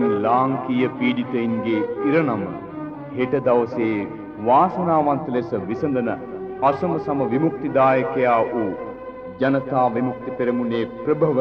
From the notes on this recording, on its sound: Recording of the Commemoration of April 1971 Insurrection held in April 1981 at the New Town Hall in Colombo, Sri Lanka